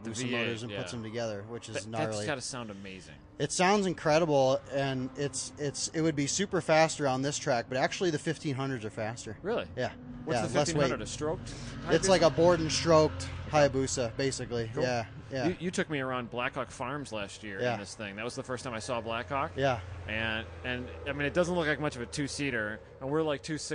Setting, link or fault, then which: setting, busy venue